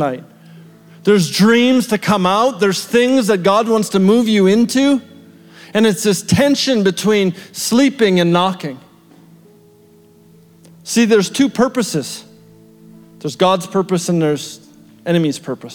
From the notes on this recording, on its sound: shared at our February 2023 Edmonton Gathering at The Summit Church Edmonton West